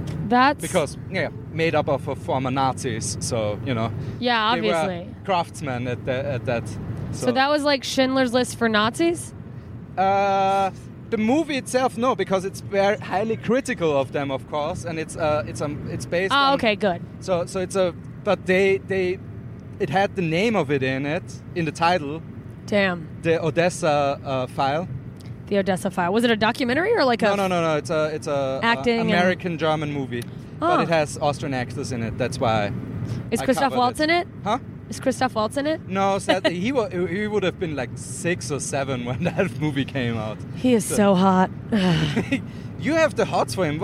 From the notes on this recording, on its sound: Episode recorded in a car in Austria with two Austrian comics on our way to a show in Salzburg!